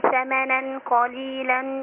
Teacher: إخفاء مع الغنة، وتفخم الغنة عشان القاف